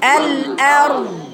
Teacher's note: فنعطي الراء حقها من التفخيم والبينية والضاد حقها من التفخيم والرخاوة والاستطالة والاستعلاء والإطباق